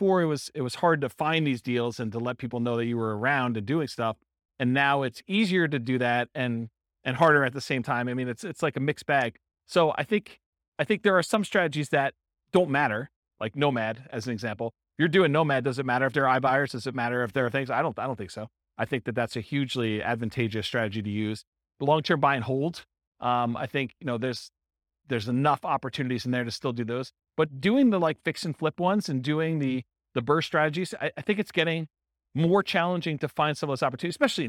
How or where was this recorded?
live audience